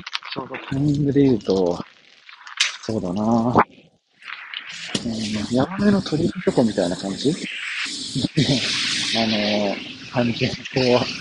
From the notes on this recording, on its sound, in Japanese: 音声が劣悪です。急遽、急いで録音している話です。